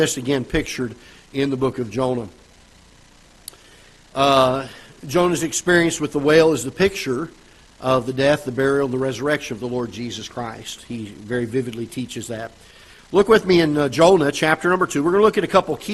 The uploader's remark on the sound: Ketha Heights Baptist Church ~ Live Broadcast.